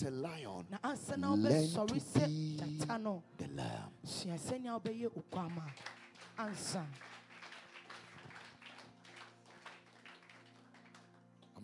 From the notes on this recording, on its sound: Preached at Spirit Expo Conference 2022.